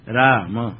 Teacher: राम रा दीर्घ है तो म ह्रस्व है · Term: ह्रस्व दीर्घ